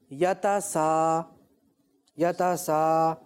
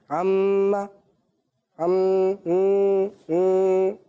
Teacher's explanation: ناک سے ساؤنڈ آ رہا ہے نا، یہ ناک میں آواز جا رہی ہے، یہ ہے غننا · Shown in: second take